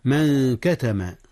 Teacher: من كتم، هنا إخفاء يا أستاذنا. أخفي النون قبل الكاف، نون من، والكاف من حروف الإخفاء